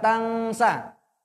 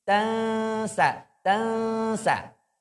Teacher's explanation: kita ngomong n tapi sudah ancang-ancang ke s, lidahnya di bawah · Shown in: second take · Term: ikhfa